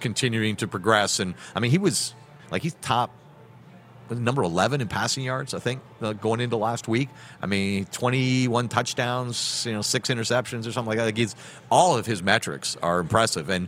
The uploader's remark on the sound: We are BACK for another JAM PACKED Grey Cup Week show LIVE at Baller's Rec Room in Regina, Sask!